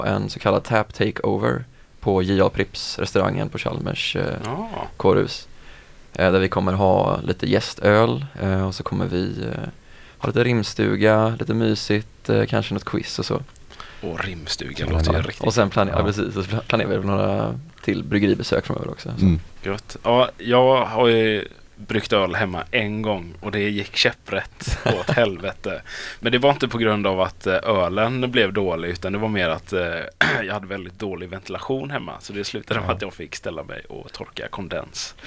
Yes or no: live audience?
no